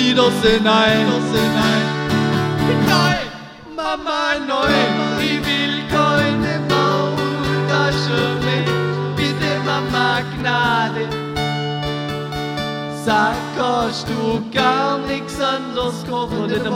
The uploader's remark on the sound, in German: live en dr Mini Music Bar en Leonberg